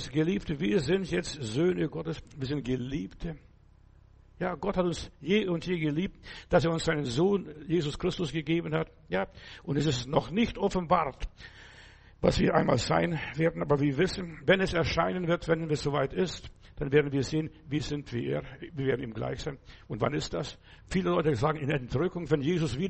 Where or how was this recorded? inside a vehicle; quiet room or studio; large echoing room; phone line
large echoing room